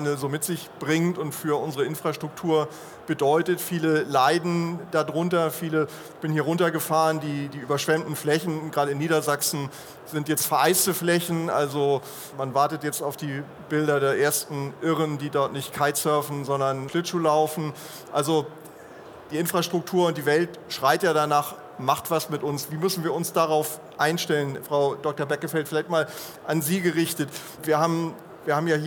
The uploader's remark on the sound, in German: In dieser Sonderfolge haben Sie die Gelegenheit die Podiums-Live-Diskussion auf der Infratech2024 in der Messe-Essen zu hören. Podiumsdiskussion Live.